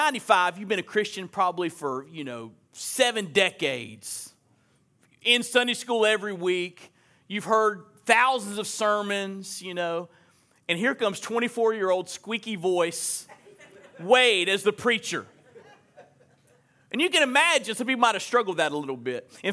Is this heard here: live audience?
yes